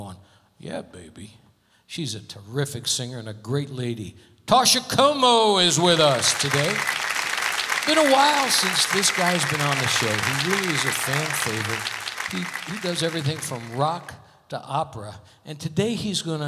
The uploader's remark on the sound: Live at the South Point Casino